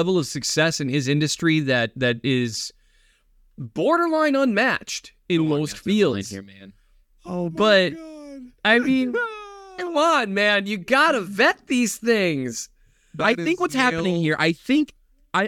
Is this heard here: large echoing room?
no